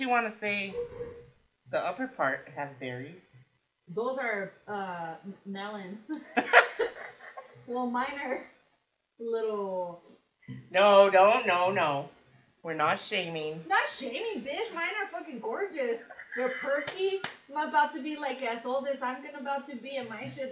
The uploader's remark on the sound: Sorry about the audio